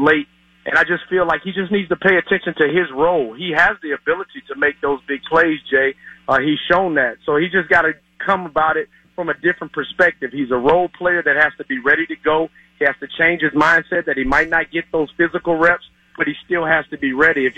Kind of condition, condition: link, phone line